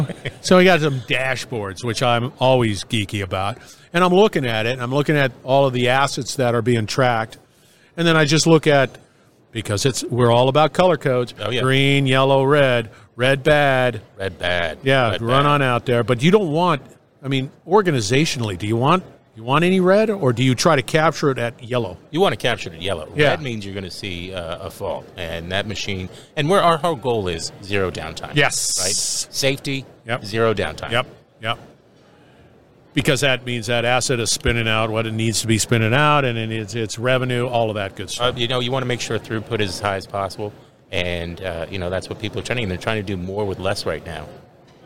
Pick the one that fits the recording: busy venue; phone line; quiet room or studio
busy venue